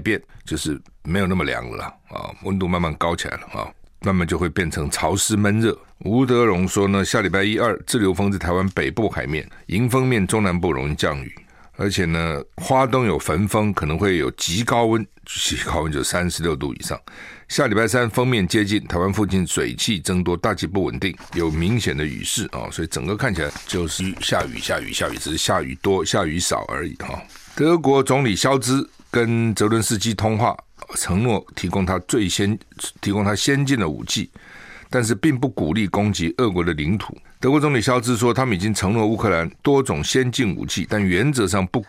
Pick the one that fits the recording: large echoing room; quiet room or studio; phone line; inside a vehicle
quiet room or studio